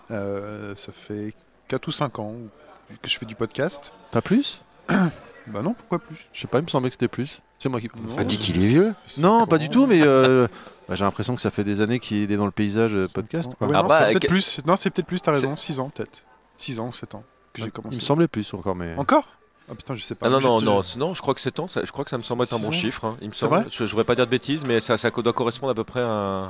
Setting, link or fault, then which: setting, busy venue